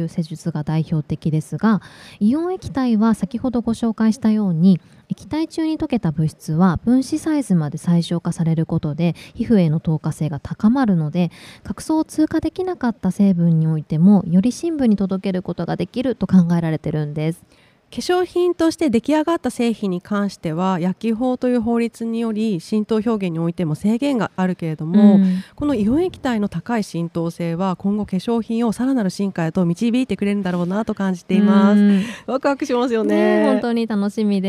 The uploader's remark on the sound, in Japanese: 2月20日（火）～22日（木）開催の「健康博覧会2024」に日本化粧品協会が初出展！今回は、番組初となる出展ブースでの公開収録を実施。ブースのこだわりや展示品をご紹介する現場レポート。